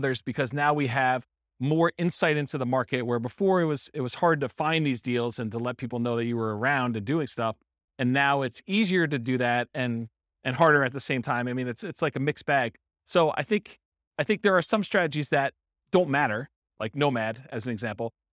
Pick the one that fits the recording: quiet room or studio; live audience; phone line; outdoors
live audience